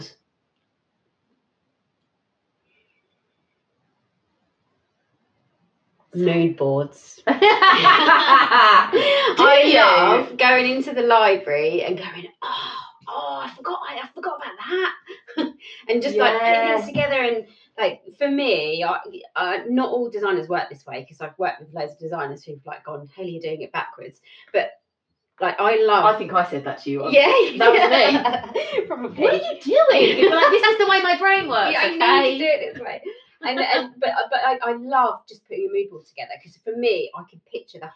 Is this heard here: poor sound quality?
yes